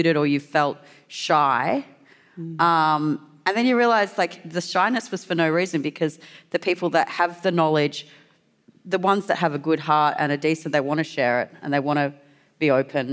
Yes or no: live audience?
yes